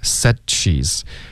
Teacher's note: Said she's 要连发，你现在是停顿，完全停了，断气了，应该是 saidshe's。